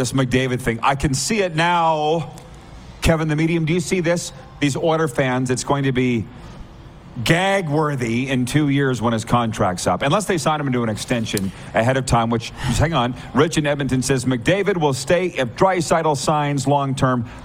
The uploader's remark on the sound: LIVE on Location!